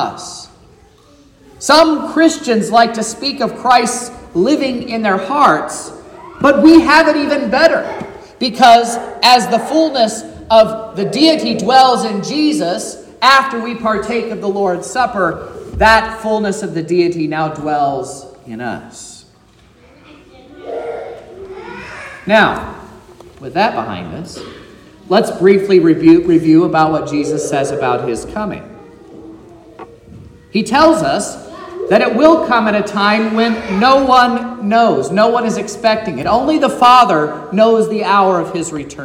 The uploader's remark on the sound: This is the sermon preached at Trinity Lutheran Church in Vallonia, Indiana, on Sunday, December 3rd, 2023